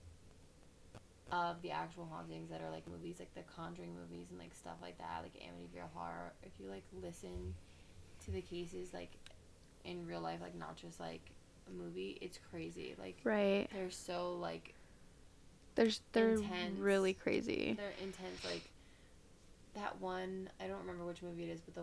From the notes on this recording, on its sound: We had “hella” audio problems but that’s ok.